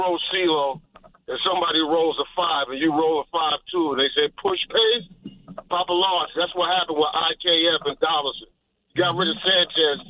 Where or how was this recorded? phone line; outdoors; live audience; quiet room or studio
phone line